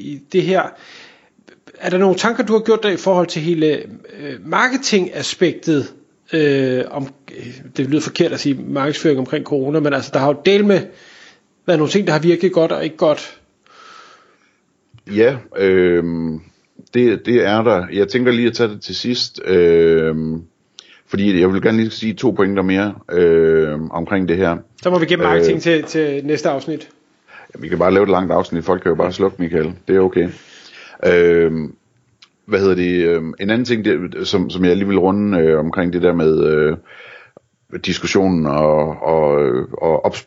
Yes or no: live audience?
no